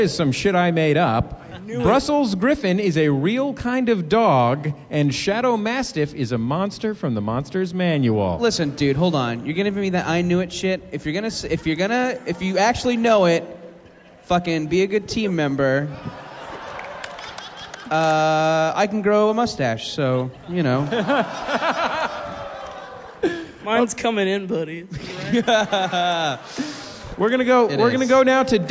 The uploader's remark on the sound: Are live in Portland.